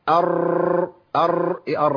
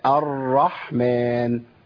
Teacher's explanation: أنا ما عنديش حاجة اسمها تكرير، أنا عندي حاجة اسمها ارتعاد اللسان في المخرج، وده بينتج عنه اهتزاز في الصوت، لكن ما بينتجش عنه تكرير · Shown in: second take · كلمة تكرير دي معناها إن بجيب رآت كثيرة.